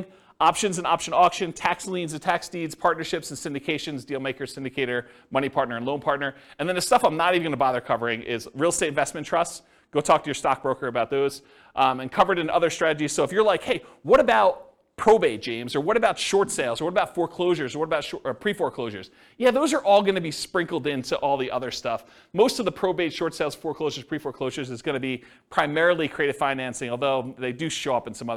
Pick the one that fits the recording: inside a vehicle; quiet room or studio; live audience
live audience